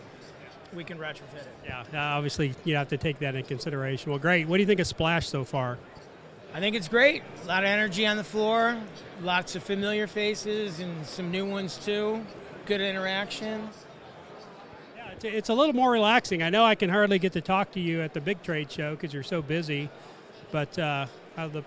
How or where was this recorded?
busy venue